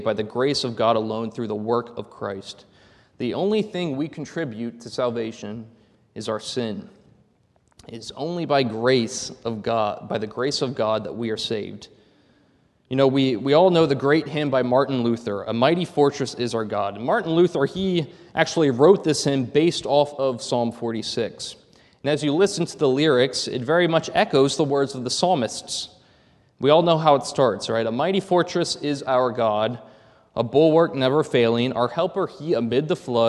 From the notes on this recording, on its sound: This is a sermon recorded at the Lebanon Bible Fellowship Church in Lebanon, PA during the evening service on 6/25/2023